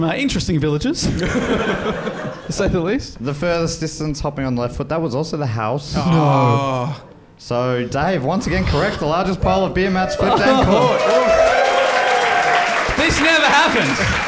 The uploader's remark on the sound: Recorded live at the HiFi Club in Leeds, UK!